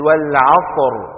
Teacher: طيب الراء ساكنة وقبلها ساكن وقبله مفتوح مثل والعصر كمان مفخمة